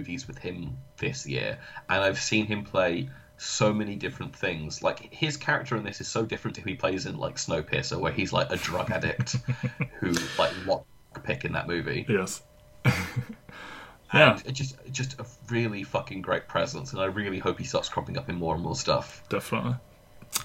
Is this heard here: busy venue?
no